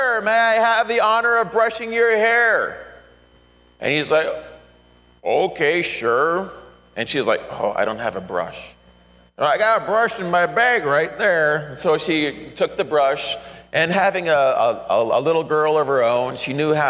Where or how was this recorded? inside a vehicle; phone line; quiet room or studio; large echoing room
large echoing room